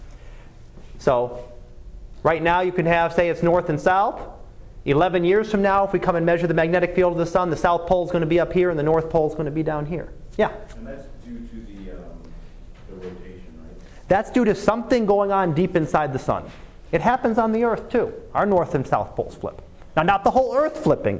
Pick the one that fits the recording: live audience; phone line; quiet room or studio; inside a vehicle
live audience